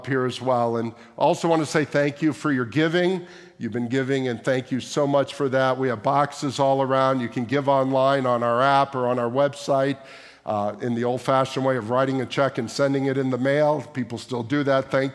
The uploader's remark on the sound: at the May 28, 2023 Sunday morning services of Boca Raton Community Church in Boca Raton, Florida.